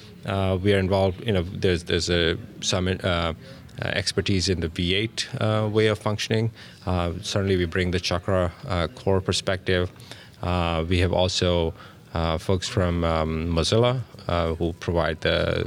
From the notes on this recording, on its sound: recorded at Node Interactive 2016